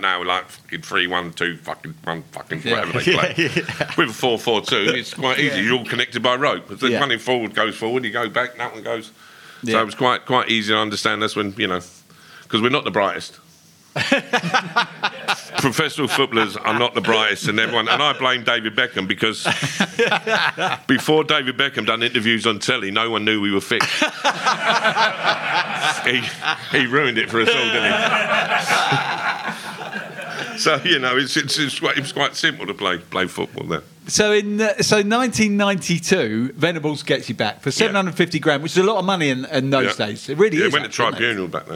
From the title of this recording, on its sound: Spurs Show Live!